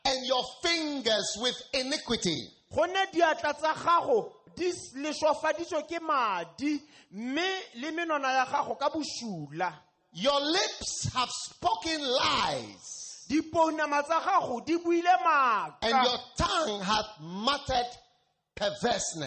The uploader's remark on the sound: Preached at a Healing Jesus campaign in Vryburg - South Africa